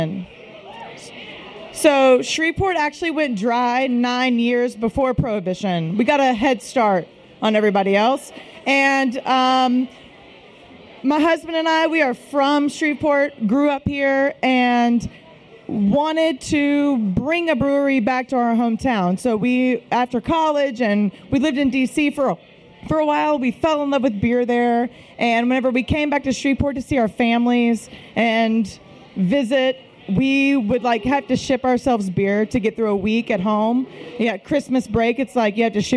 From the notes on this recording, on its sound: We're at BrainDead Brewing for the Women of Craft Beer 2017 panel as part of North Texas Beer Week.